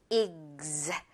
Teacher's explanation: 익 이렇게 기역처럼 G 발음으로 한 다음에 Z 발음으로 이제 시작을 하는 거예요. 익스. 이제 여기서부터는 Z 발음이 시작이거든요.